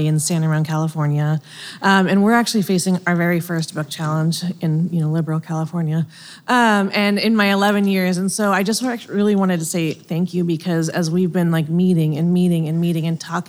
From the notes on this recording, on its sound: a live conversation at the 2023 American Libraries Association LibLearnX conference in New Orleans